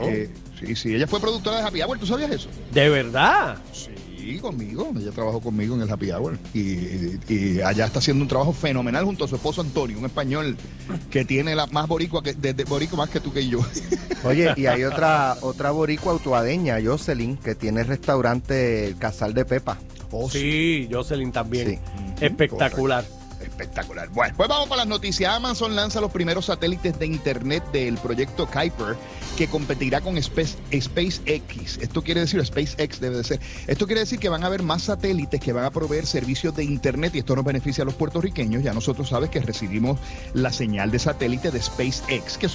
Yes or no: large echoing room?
no